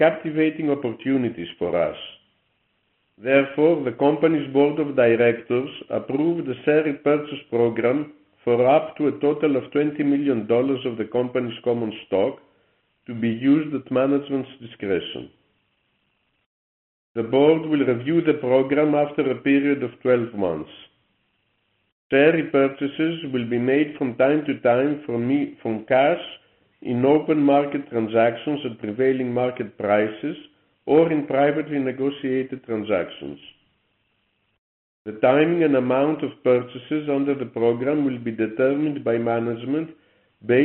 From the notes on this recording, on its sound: Q1 2022 Earnings Conference Call. Capital Link C-Suite Shipping Market Updates.